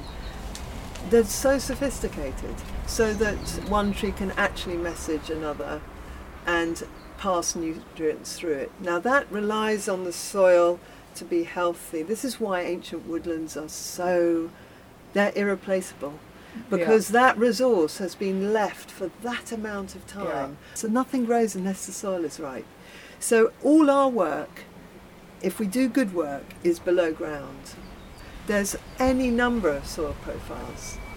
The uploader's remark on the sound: Recorded at the Bethnal Green Nature Reserve (Phytology). Recorded at the Bethnal Green Nature Reserve (Phytology).